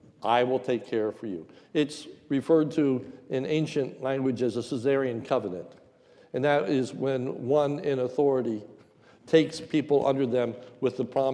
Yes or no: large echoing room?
yes